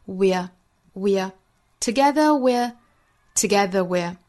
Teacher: we're tackling this disease.这半句里呢，我们要注意 we 和 are 两个词做虚词弱读，读成 we're, together we're, together we're, 两个虚词读得更短、更快、更弱，语调也更低